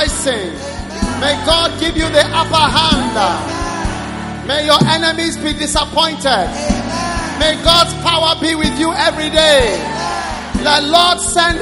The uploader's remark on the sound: Preached at the First Love Center Accra Ghana